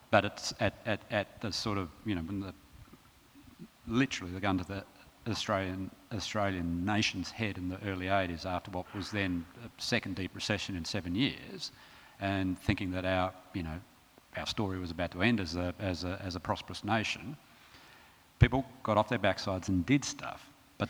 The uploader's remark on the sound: recorded at the 2017 Newcastle Writers Festival